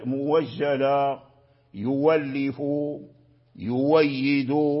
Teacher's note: فأي همزة مفتوحة وقبلها ضم ورش أبدلها واو، أبدلها واو من جنس حركة ما قبلها.